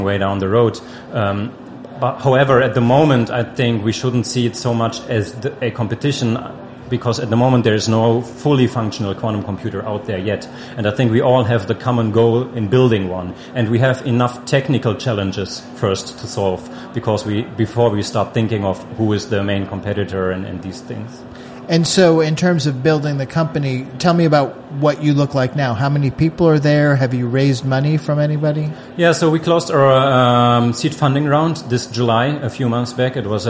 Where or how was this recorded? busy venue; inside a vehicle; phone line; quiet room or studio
busy venue